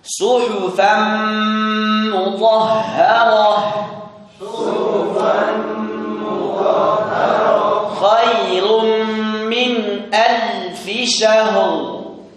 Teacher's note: dengan huruf mim itu juga ada gunnah yang di panjangkan